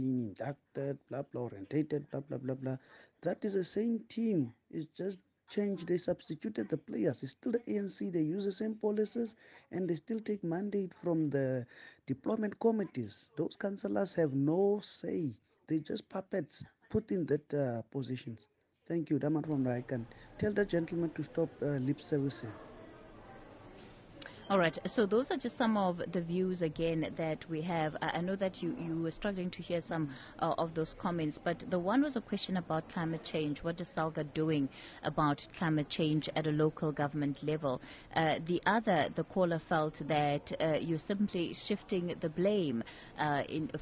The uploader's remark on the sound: Stakeholders from municipalities, provincial and national government, the business sector as well as think tanks are convening here in Cape Town this week for SALGA’s National Conference where we will be broadcasting from over the next few days.